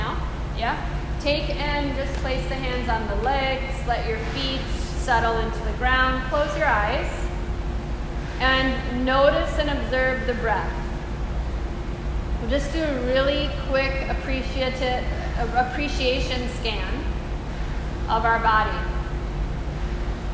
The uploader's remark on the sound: This is a live excerpt of a recording during a corporate enrichment workshop for a group of employees